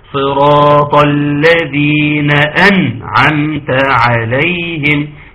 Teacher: خدتوا بالكم من ان لازم تكون النون قوية مظهرة · Term: الاظهار